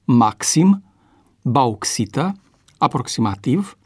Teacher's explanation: Contextul fonetic cere însă ca X intervocalic să fie pronunțat KS, în cuvinte ca maxim, bauxită, aproximativ și multe altele.